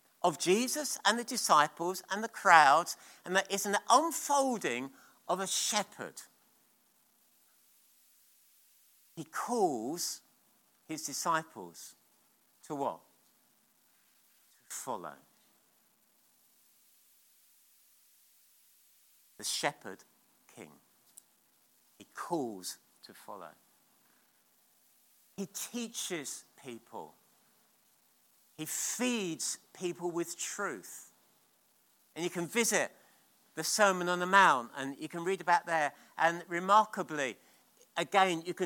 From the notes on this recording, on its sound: at King's Church, Cockermouth.